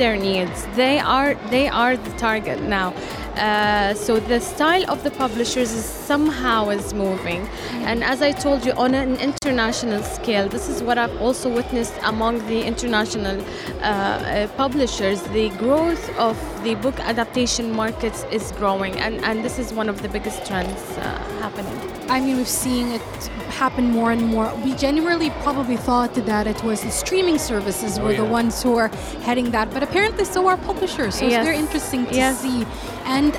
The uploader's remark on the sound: Live at SIBF 2023